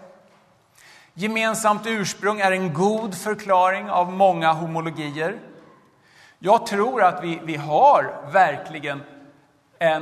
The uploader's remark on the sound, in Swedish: Arrangör är CredoAkademin, och inspelningarna sker i Betlehemskyrkan i Stockholm.